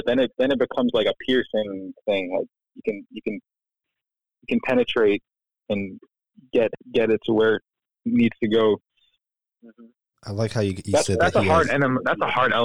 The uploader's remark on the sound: This series is filled with phone conversations by poets, artist, parents, teachers and nerds.